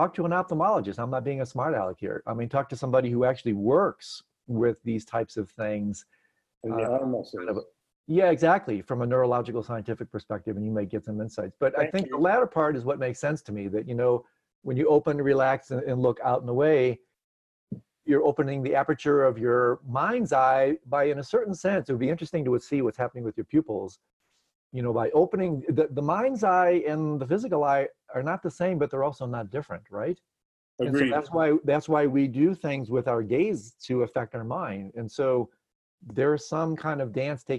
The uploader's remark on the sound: Virtual Hangout